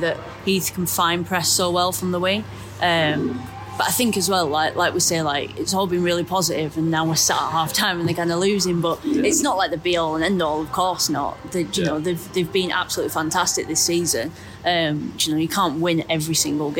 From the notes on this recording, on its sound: This was recorded at half-time of Manchester United vs Manchester City in the Women's Super League.